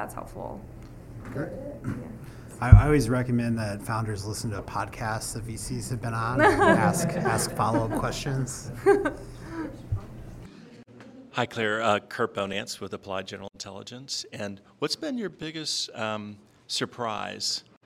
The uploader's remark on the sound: We share a conversation recorded at Austin Startup Week.